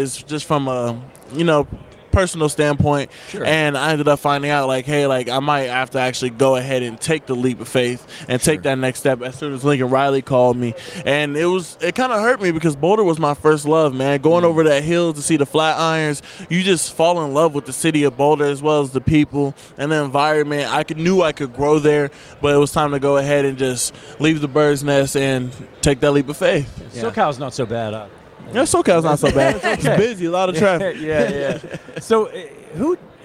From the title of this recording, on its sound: Live from Super Bowl LVII - Day 3